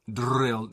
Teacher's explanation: this rhotic trilled R sound can be difficult for many people, especially when it's not something used in your own language. Drrr. · Term: tongue trill